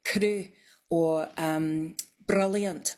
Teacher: tip of the tongue on the gum ridge bouncing off, ra. So it's like a rolled R, but it's like one instead of many, many all in a row, if you know what I mean. · Term: tapped R